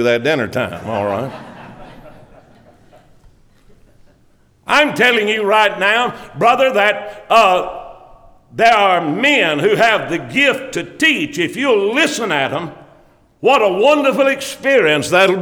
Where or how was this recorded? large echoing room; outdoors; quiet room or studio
large echoing room